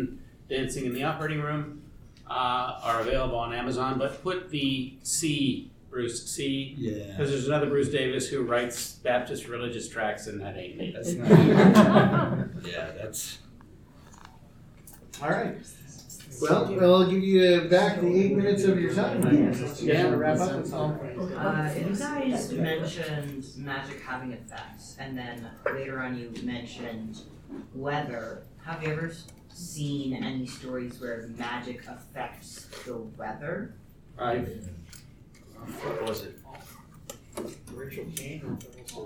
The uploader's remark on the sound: Recorded live Saturday – Panel Room 1 11:00 am-12:00 pm